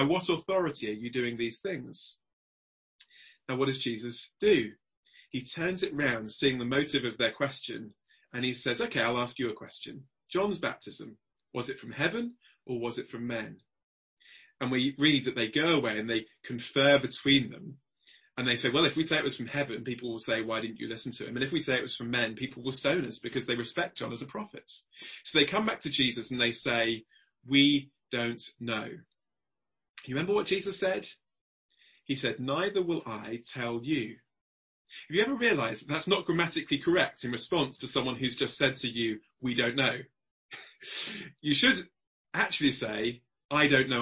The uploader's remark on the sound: Zoom gathering on Tuesday 25th April 2020 - With Questions and Answers afterwards